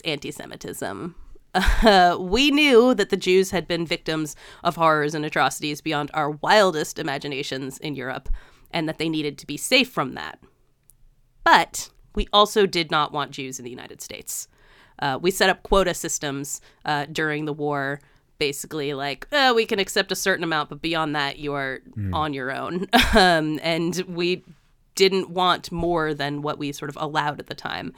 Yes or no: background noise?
no